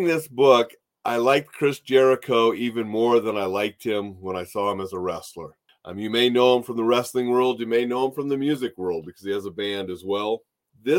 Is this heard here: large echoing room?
no